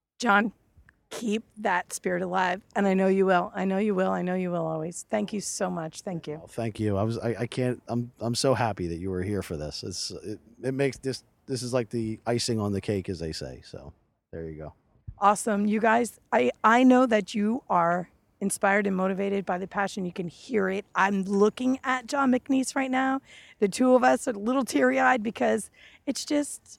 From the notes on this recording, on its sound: Live from the Road. On the grounds of a Disney resort.